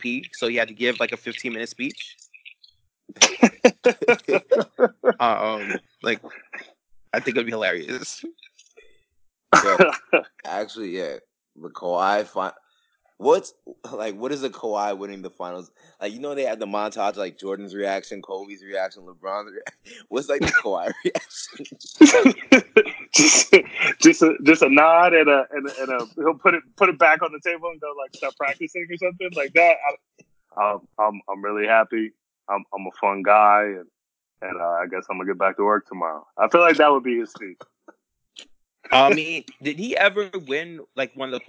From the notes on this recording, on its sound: Sorry about the sound quality.